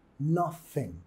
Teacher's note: Tenemos la primera sílaba acentuada yendo al TH muda